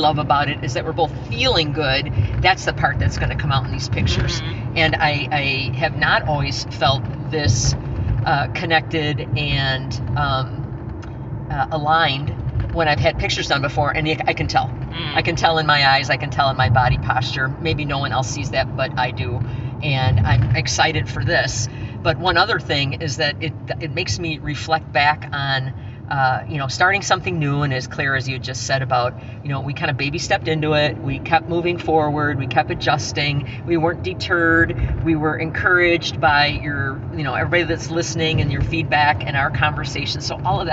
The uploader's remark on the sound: A snippet of their conversation in the car. On location in a vehicle, en route to their first Joyful Rebels photo shoot.